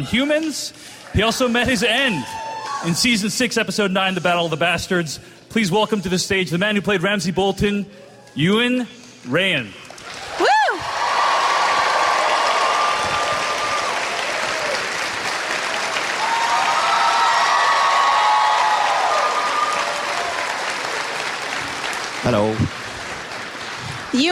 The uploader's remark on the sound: Live from Con of Thrones. Moderate the "Ghosts of Westeros" panel. Providing the audio for this panel.